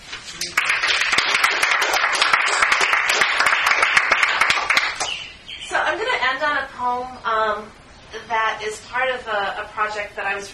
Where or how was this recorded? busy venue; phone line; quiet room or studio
busy venue